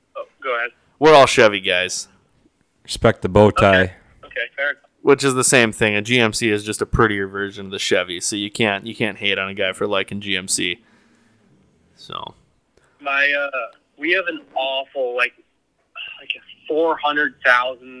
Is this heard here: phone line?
yes